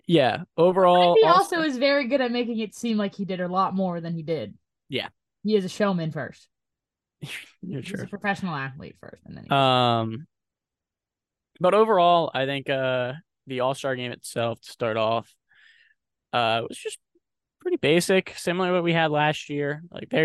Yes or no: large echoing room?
no